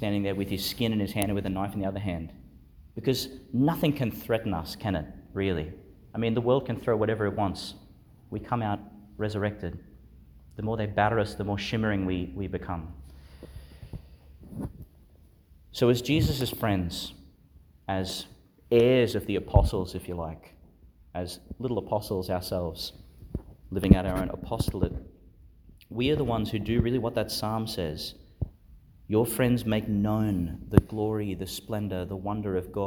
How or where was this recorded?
large echoing room